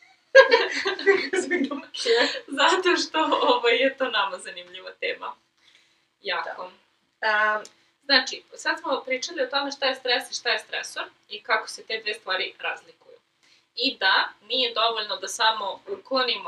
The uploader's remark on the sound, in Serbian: U #PodcastingFail ide to kako smo u ovoj epizodi snimile zvuk. S obzirom na to da se aktivno borimo protiv perfekcionizma, odlučile smo da ipak okačimo epizodu, a vi pojačajte zvuk.